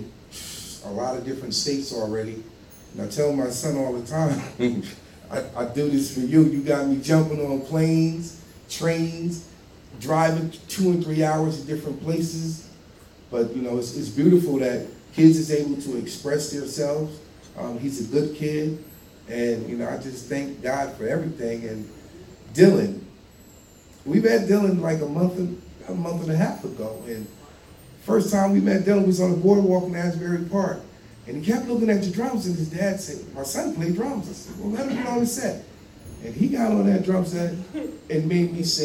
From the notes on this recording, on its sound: During his performance during the REJS Entertainment Rising Stars Spotlight at Tavern On The Lake in Hightstown NJ.